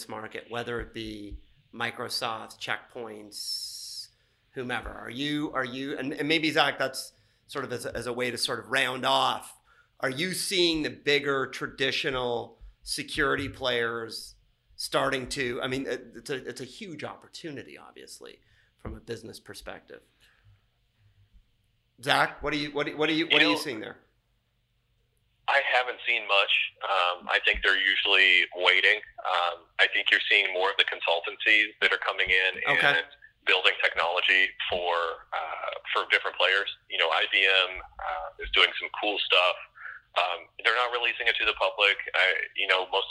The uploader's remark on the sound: by phone